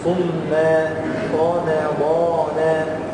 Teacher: هنا راء مفخمة والميم مرققة، يبقى الميم مرققة بين الراء والضاد